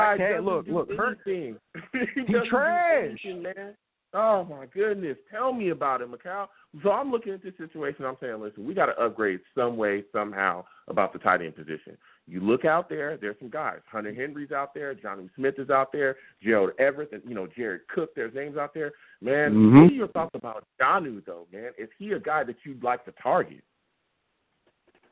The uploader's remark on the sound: I also take live callers!